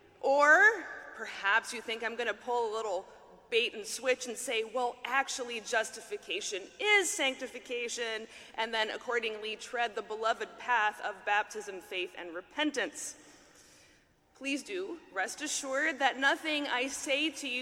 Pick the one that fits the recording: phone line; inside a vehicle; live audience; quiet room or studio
live audience